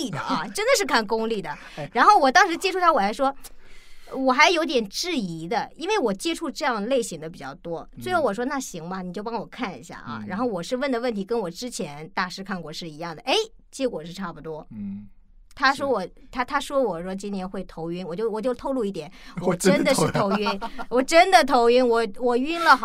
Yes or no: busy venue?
no